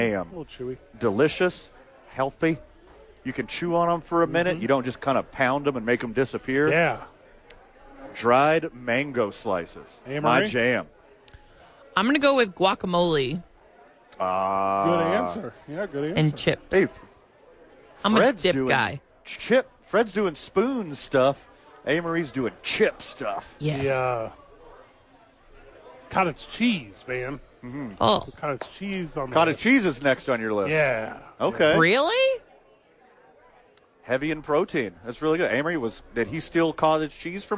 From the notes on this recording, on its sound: live at Sadies!